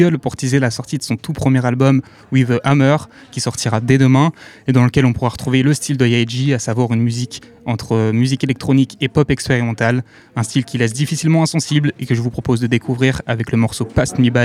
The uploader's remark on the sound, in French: Le festival Si cinéma, en direct du café des images. Emission spéciale en direct du café des images. Quelques capsules réalisées sur place.